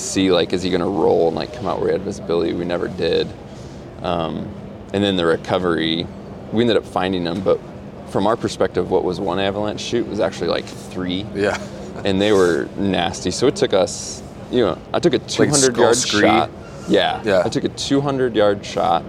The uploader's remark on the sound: This is the first of four podcasts I recorded live at the 2023 Hunt Expo in Salt Lake City.